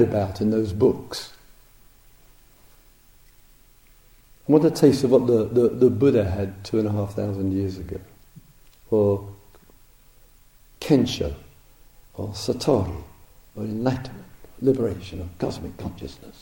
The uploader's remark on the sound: Dharma Talk recorded at the Spirit Rock Meditation Centre, USA, October 2007.